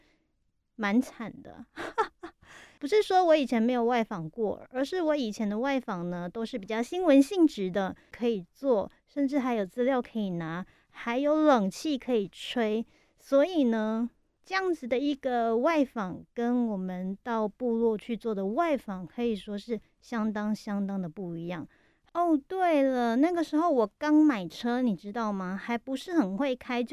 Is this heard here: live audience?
no